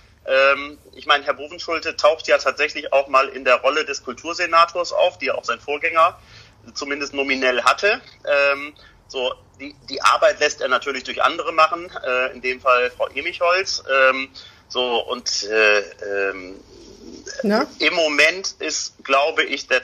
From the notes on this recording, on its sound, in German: "Hinten links im Kaiser Friedrich" findet coronabedingt dieses Mal wieder per Online-Schalte statt. Pandemiebedingt am Telefon.